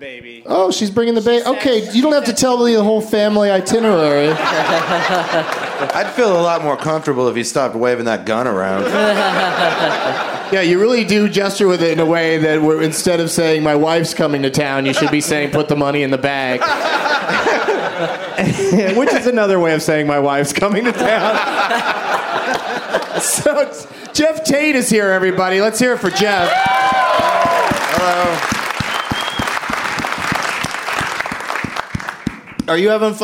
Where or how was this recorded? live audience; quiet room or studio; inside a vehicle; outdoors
live audience